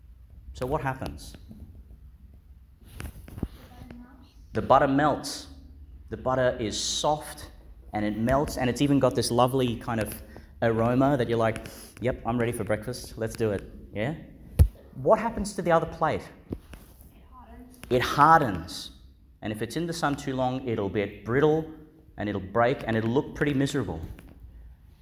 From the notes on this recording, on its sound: Delivered in Our Lady Star of the Sea Church, Gladstone, Qld. Joined by some of our primary school children.